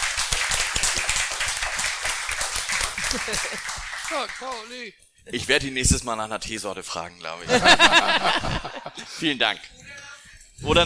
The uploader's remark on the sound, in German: Nach zwei Jahren pandemiebedingter Pause konnten wir endlich wieder eine Sendung vor Publikum abhalten.